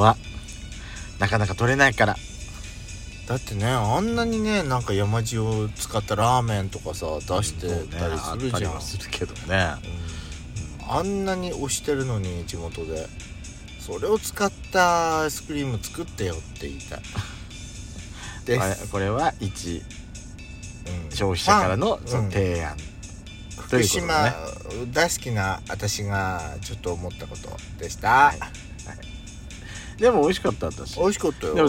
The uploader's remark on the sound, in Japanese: パーキング収録